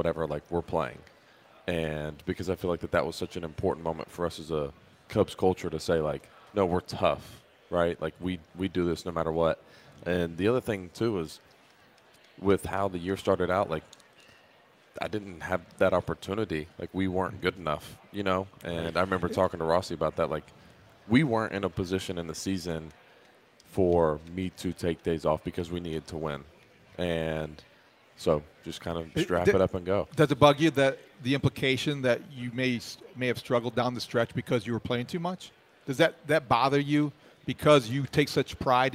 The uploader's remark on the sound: live from Cubs Convention